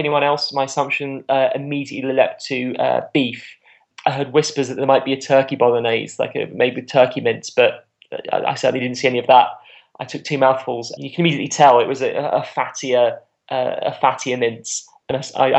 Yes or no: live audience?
no